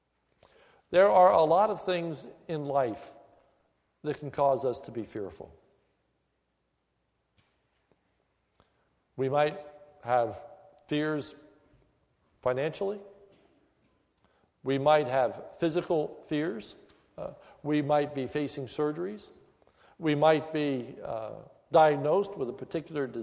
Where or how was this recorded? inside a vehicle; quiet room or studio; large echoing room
large echoing room